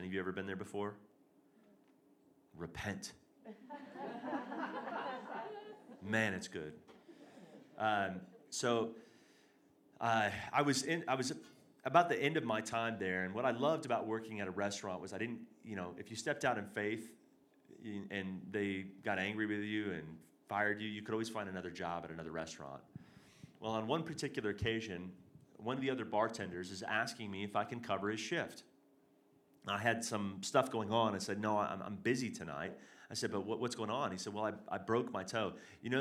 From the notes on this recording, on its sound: This is the third and final session of our Hearing God and Prophecy Conference as well as our Sunday morning message. Reclamation Church Denver.